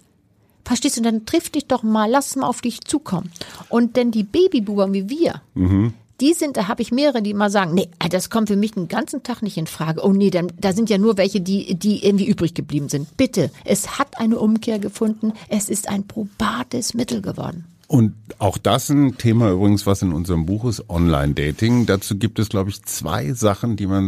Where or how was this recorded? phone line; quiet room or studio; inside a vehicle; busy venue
quiet room or studio